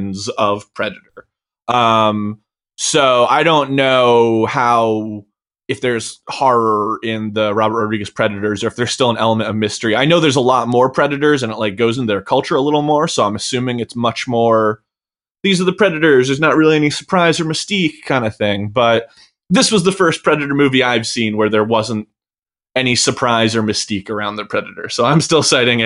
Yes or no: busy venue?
no